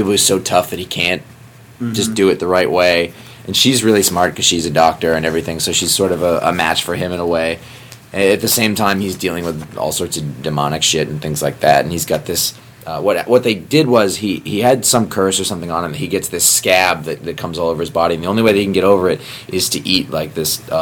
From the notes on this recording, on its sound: we record from the San Diego Comic Con